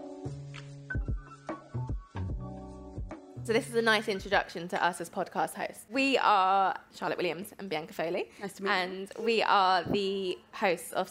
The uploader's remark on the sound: Live from the Voicebox stage at the Cheltenham Literature Festival. Todays episode is another live one!